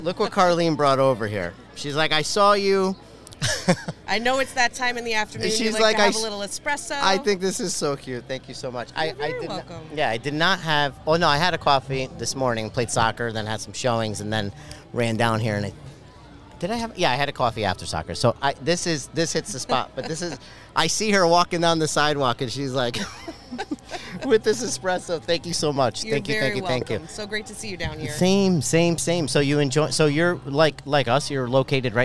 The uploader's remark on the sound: Live from the Southington Italian Festival.